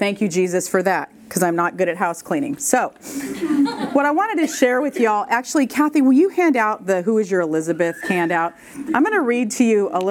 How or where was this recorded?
live audience